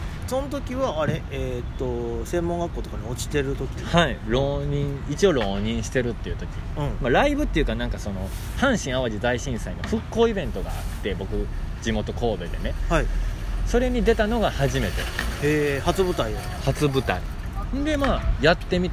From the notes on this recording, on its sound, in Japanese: 大阪。公園収録。